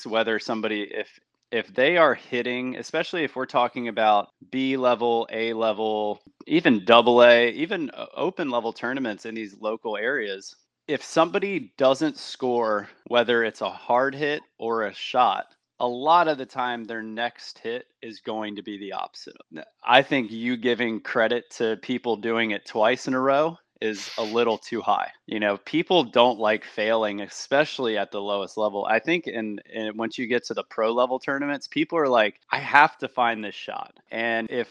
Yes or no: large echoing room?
no